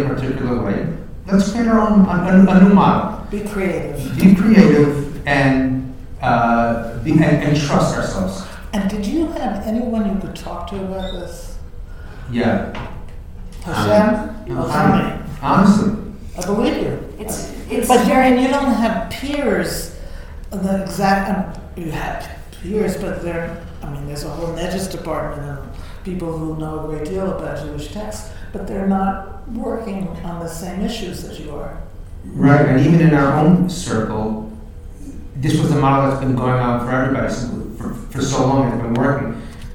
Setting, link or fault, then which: setting, live audience